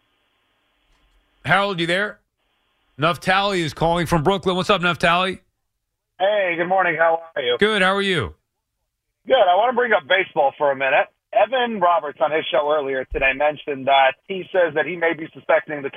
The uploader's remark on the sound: Mets fans phone in and voice their worries.